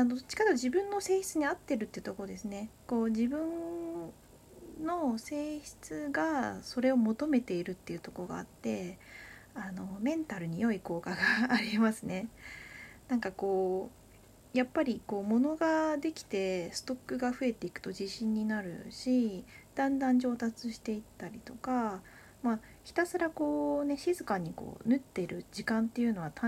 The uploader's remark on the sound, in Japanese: From Radiotalk。かなりノイズが入ってしまっていてごめんなさい。